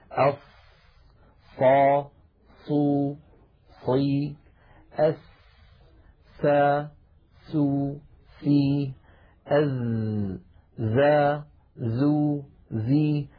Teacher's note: هكذا تلاحظون أن هذه الأحرف صوتها قوي، فالصفير صفة تدل على قوة الحرف في السمع